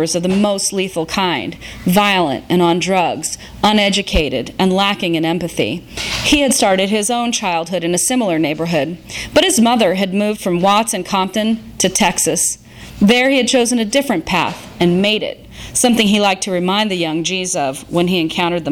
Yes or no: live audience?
yes